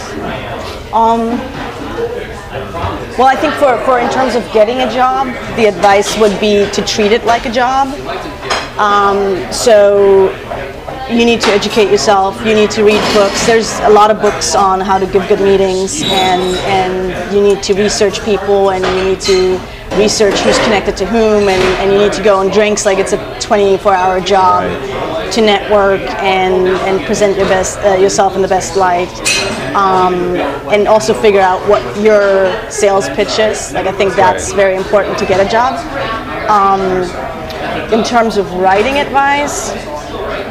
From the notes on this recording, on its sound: This episode was recorded live